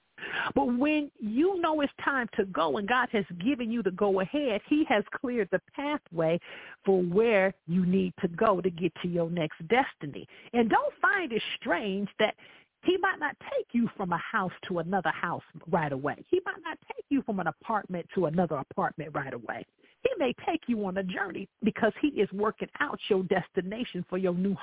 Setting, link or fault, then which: link, phone line